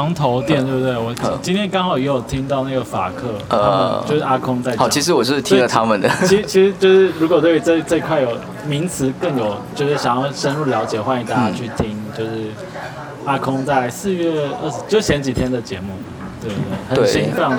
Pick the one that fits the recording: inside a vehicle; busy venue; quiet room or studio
busy venue